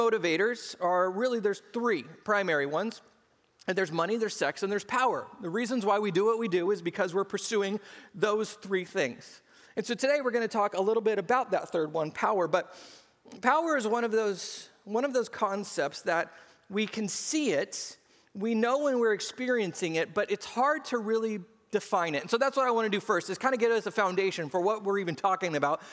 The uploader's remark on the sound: SCG Church Service